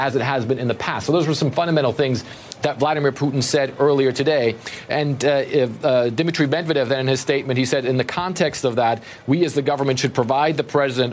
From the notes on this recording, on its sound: live from the New York Stock Exchange